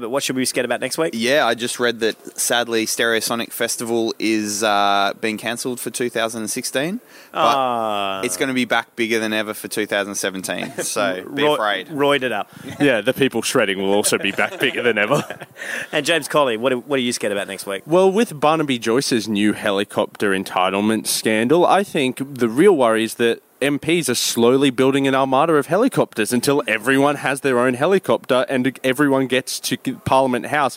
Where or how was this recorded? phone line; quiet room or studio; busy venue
busy venue